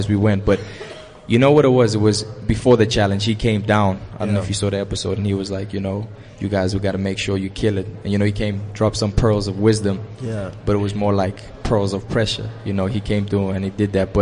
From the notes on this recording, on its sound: comes to you from the Apple iStore in Sandton to celebrate the launch of the #CliffCentralApp.